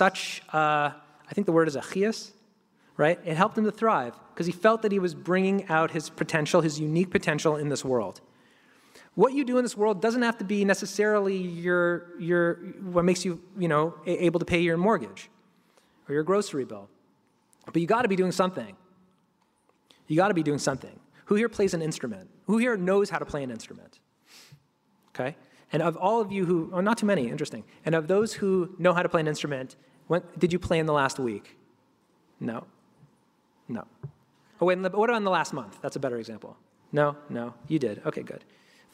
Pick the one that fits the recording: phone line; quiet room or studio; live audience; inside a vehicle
live audience